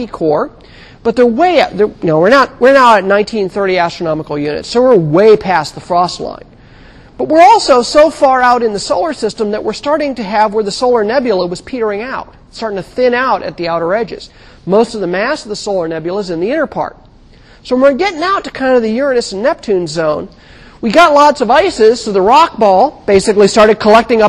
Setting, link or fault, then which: setting, large echoing room